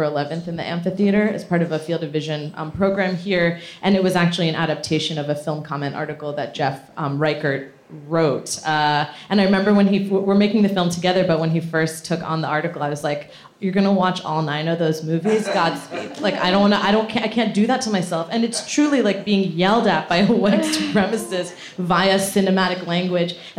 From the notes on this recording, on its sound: In this special live episode of the podcast